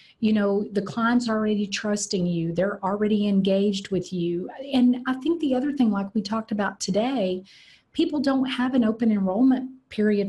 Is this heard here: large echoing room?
no